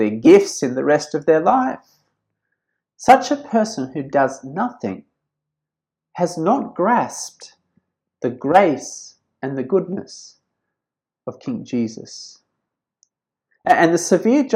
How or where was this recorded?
large echoing room